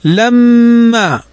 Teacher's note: ميم فوقها شدة فتغن بمقدار حركتين · Term: ميم مشددة